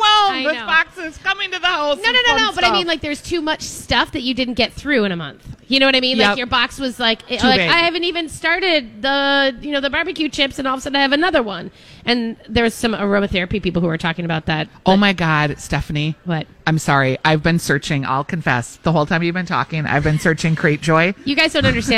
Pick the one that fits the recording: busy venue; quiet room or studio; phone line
busy venue